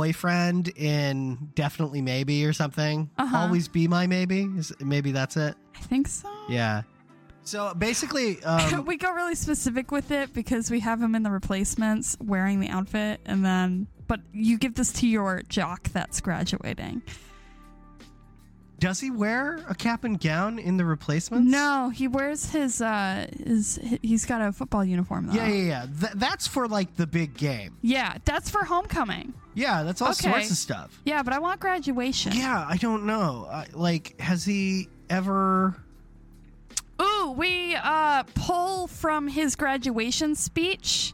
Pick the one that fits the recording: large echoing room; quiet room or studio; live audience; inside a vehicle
inside a vehicle